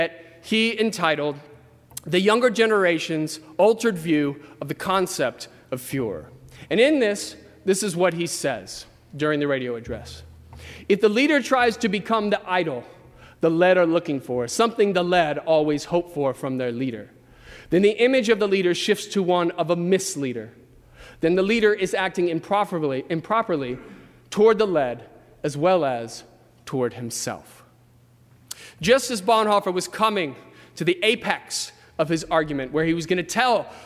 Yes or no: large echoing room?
yes